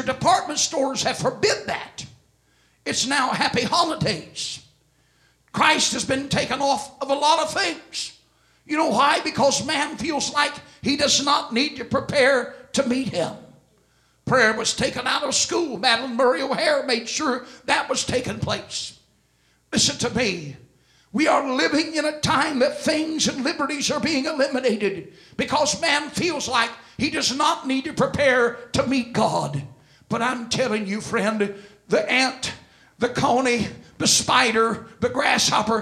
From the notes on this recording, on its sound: This message was delivered at First Apostolic Church, Sunday, December 26, 2004.